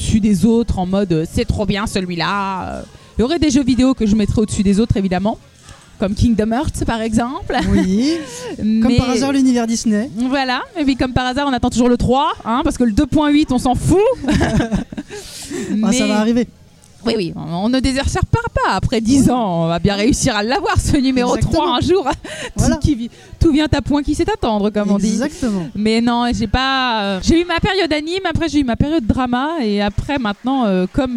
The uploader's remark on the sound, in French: Nouveau numéro de Speakcast fait au Festival NBF qui a eu lieu en Mars 2017.